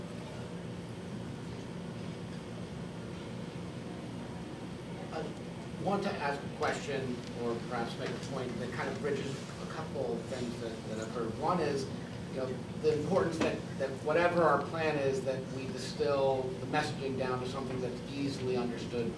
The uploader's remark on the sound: WASHINGTON, D.C. The Ripon Society hosted a breakfast discussion with four members of the Ways & Means Subcommittee on Health.